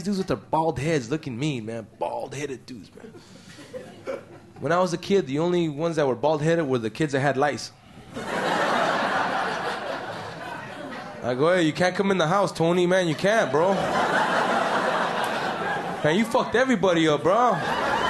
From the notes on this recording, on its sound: Format: Original Recording. Publisher: Uproar Entertainment. Performed in front of a rowdy and appreciative audience.